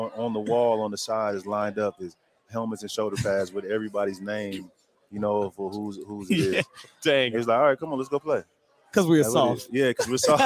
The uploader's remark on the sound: Border War LIVE Pregame Show from Wayne & Larry's. Live from Wayne & Larry's in Lawrence, Kansas.